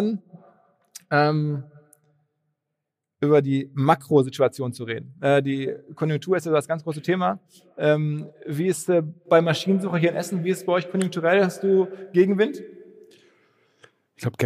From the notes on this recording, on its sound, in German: Im Colosseum in Essen. Beim OMR-Live-Podcast auf Einladung des Marketingclubs Ruhr.